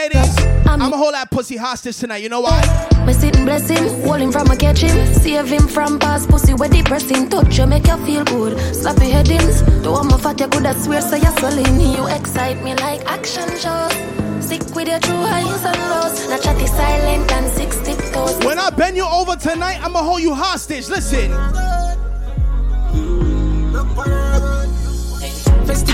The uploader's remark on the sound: Going Away Party Live Aduio. This is the official going away party audio.